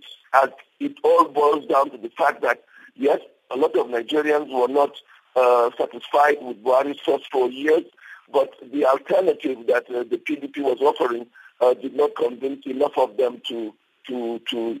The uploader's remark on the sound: We are joined on the line.